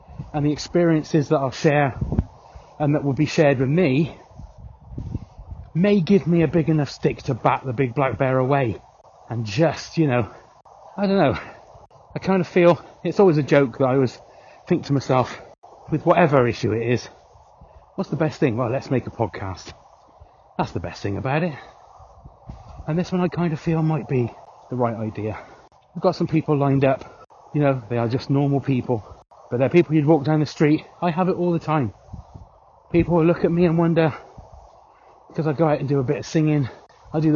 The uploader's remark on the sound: while taking my little sausage dog Fred for a walk, to record some ramblings